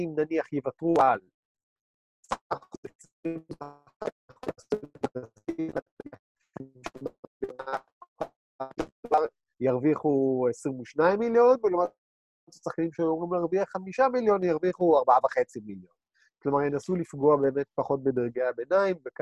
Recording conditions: video call